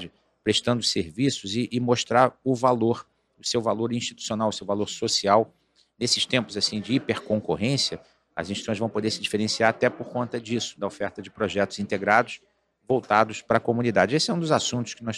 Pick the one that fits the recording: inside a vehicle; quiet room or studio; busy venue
busy venue